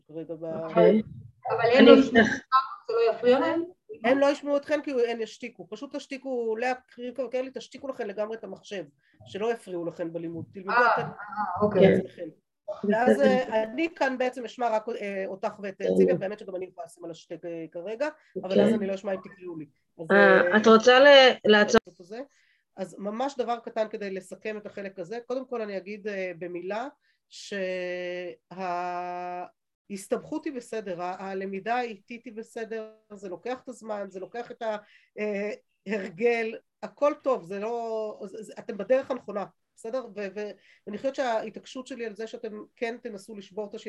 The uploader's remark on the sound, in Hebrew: השיעור הועבר והוקלט בזום. בישוב עלי.